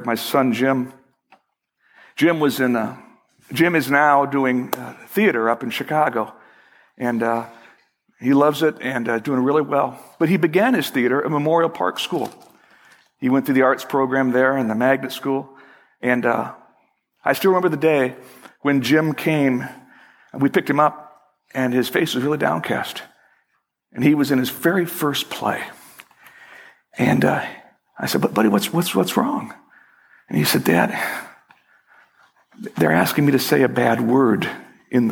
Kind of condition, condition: setting, large echoing room